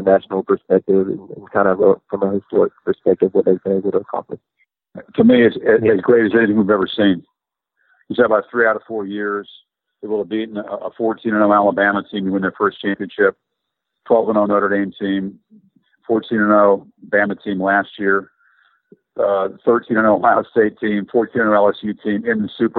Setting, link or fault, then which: link, phone line